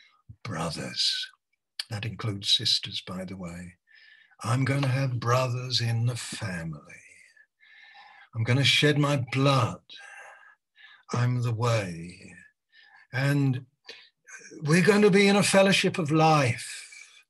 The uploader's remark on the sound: Malaysia Meets (Zoom)